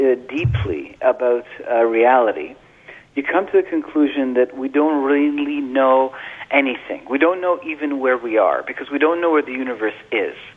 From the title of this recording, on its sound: Open Phones